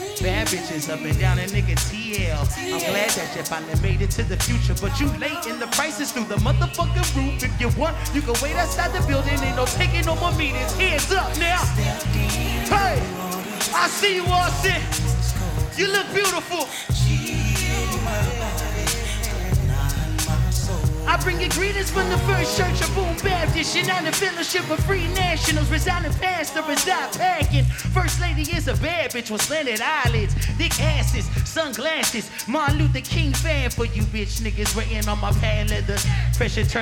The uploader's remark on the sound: Live From NPR Music And SXSW 2016